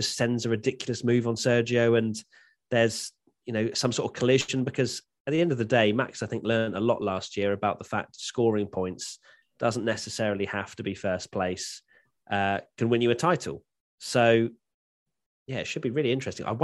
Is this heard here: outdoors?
no